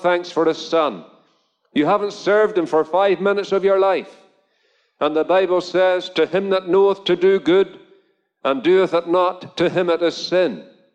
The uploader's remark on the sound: Gospel Audio Recording from a Drive-in Gospel Meeting at Ballyclare Gospel Hall.